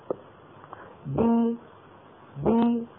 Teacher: الشفتان ابتعدتا عن بعضهما، هذا مخرج الباء، وانخفض الفك السفلي إلى أسفل، هذا مخرج الياء · Term: الباء المكسورة